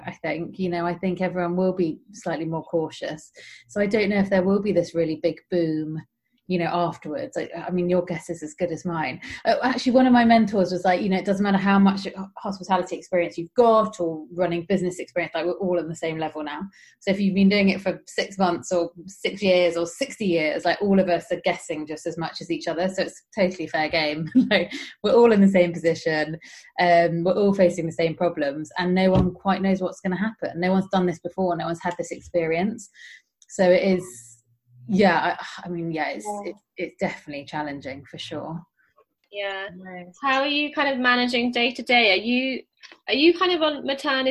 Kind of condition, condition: link, video call